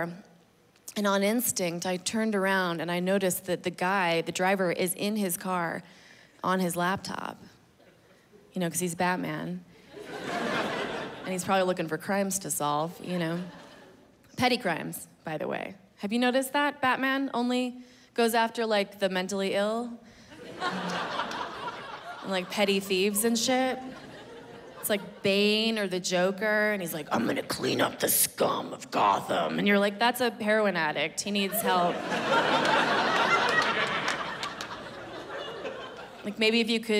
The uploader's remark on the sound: hour long special taped at the Gothic Theater in Denver, CO.